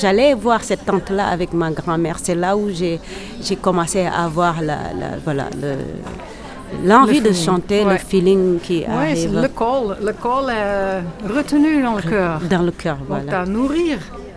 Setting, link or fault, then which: setting, busy venue